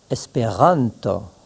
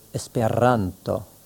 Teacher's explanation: Quant au R, il est préférable de le rouler, comme on le fait dans bien des régions de France · Shown in: second take